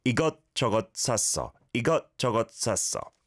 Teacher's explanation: The single 시옷받침 is like a T that's caught in the back of your throat